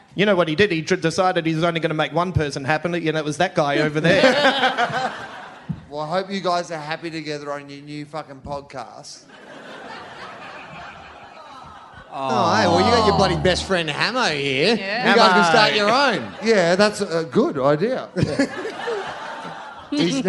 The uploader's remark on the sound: from the 2017 Sydney Just For Laughs Festival